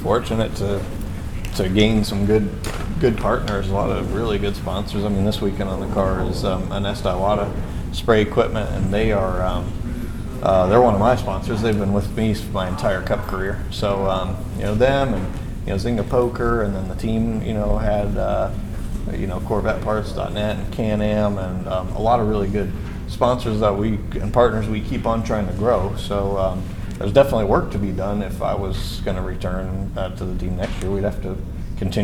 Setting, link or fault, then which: setting, busy venue